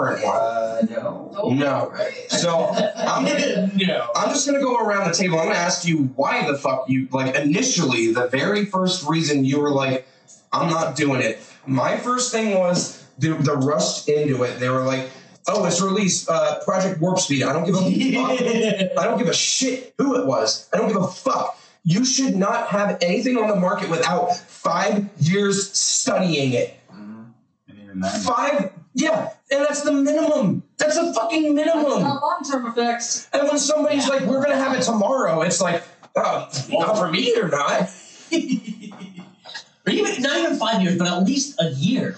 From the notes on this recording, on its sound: Unfortunately problems happened with the audio but was edited enough to post.